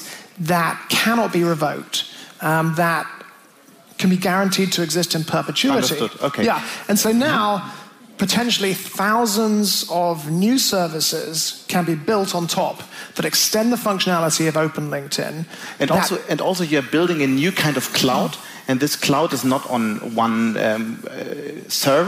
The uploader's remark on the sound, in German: Aufgezeichnet wurde das Interview auf der Bähne der Digitalkonferenz DLD in München.